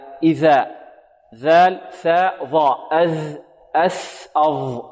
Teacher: هذه ثلاث أحرف تخرج من منتهى طرف اللسان مع منتهى أطراف الثنايا العليا